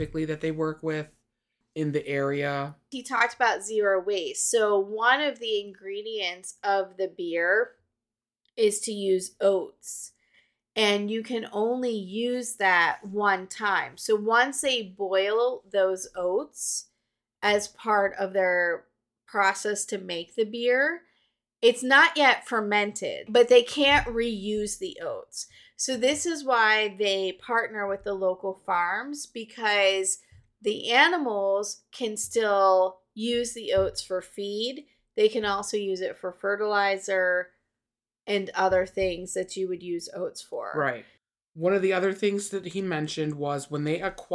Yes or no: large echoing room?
no